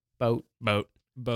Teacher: Like the T almost disappears. It does disappear.